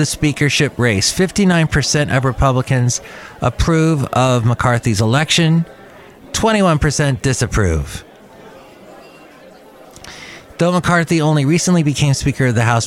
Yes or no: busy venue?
yes